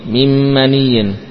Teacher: Liman nuridu, nun yang pertama hilang, dimasukkan kepada nun yang kedua, ya. Demikian pula min maniyin, nunnya hilang, masuk ke mim · Term: idgham bi gunnah